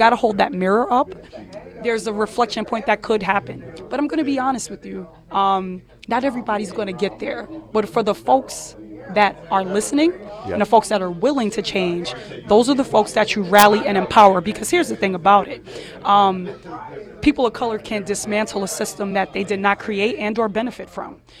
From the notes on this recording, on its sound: Live at the Golden Cup Cafe on Jefferson Ave. Broadcasts live just a block and a half from the shooting scene on Jefferson Avenue at the Golden Cup Café and Roastery.